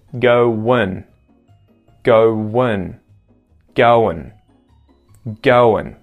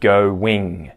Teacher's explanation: And then we also have an I vowel sound before the NG or that ng sound, go wing, linked with a W sound, go wing. But when we contract this down, we actually get a schwa sound and then an N sound instead of the ing · Shown in: first take · So you're gonna get go win, go win, goin, goin, instead of go wing, okay?